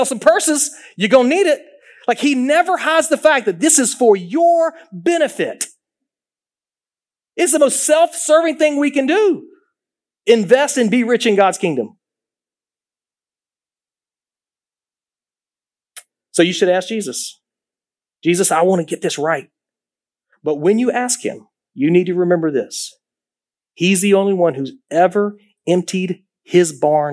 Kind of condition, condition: setting, large echoing room